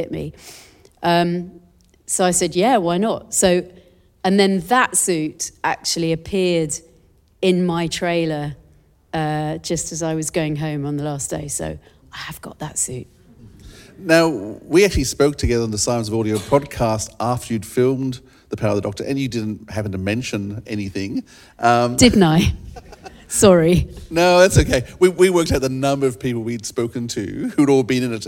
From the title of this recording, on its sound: Live in Sydney - 13th May 2023